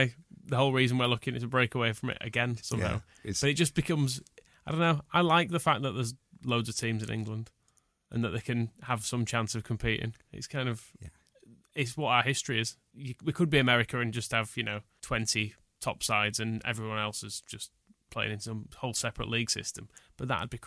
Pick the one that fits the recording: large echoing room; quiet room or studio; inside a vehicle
quiet room or studio